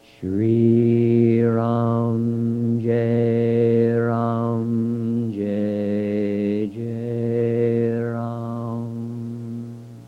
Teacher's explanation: we do it with a one-note drop